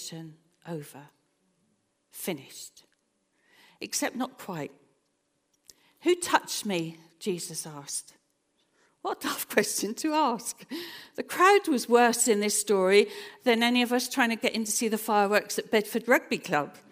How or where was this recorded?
large echoing room